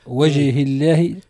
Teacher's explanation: رققنا اسم الجلالة لأنه سبق بكسر · Term: ترقيق اسم الجلالة